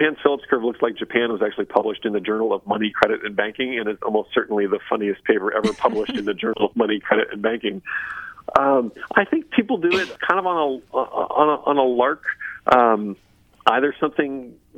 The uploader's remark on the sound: stand-up routine performed over cell phone to an audience of five business journalists